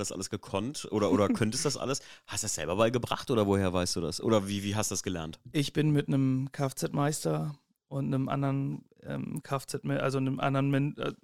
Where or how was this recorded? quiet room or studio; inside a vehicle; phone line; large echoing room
quiet room or studio